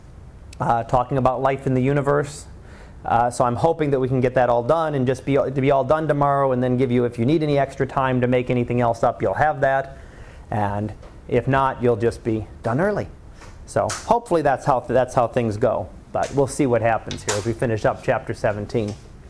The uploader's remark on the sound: Live Class Lecture